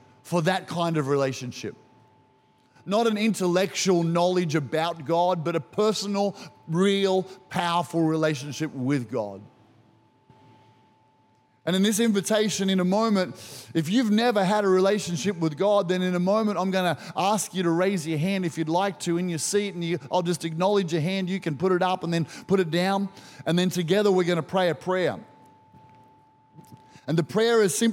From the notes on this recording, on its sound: Recorded during our 9am service on Easter Sunday, the 7th of April 2023